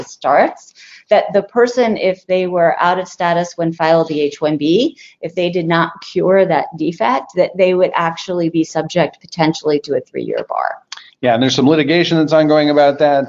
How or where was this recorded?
video call